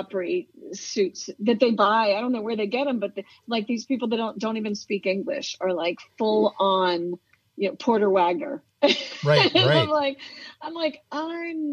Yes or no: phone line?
yes